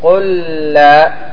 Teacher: قل لا في اللام تصبح لاما واحدة مشددة · Term: إضغام